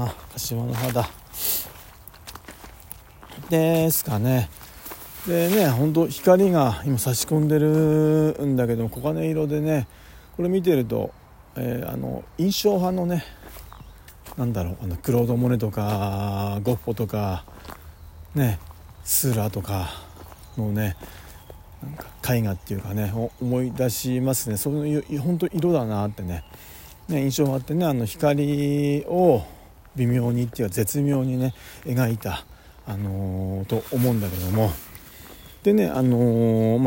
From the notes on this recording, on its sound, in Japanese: 仕事の帰り道に録音していこうと思います。